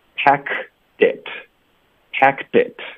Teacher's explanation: 我们会把结尾的 D 连读到 it。Packed it, packed it.然后 pack 的这个科音会省略，会靠顶舌根导致停顿的。Packed it, packed it.